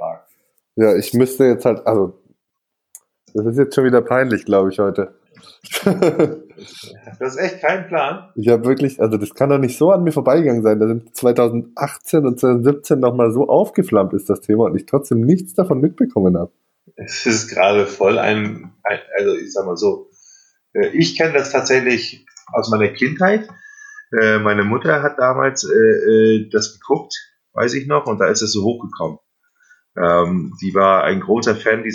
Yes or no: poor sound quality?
yes